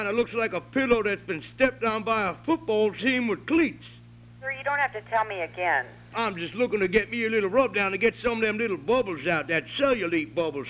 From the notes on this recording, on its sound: …'s Personal Prank Phone Calls Collection.